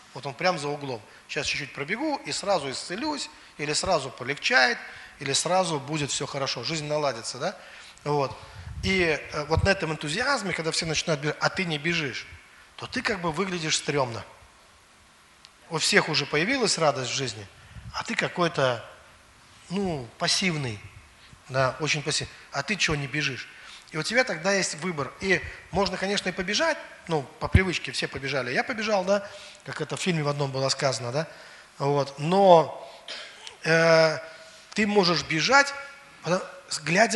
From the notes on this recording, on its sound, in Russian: Запись со служения церкви Дом Божий. Великие Луки.